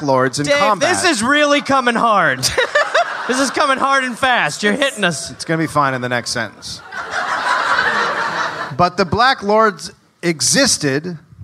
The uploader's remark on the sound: Live in Austin